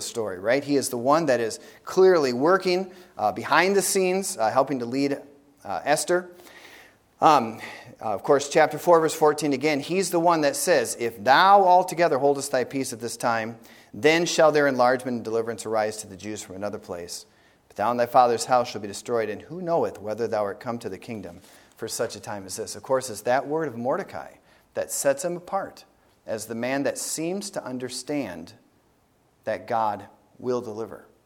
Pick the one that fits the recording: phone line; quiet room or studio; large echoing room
large echoing room